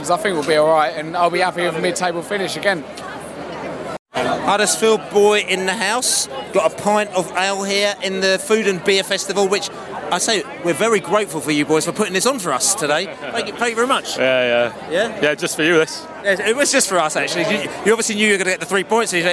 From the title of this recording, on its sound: Post-match podcast from the pub (in the street)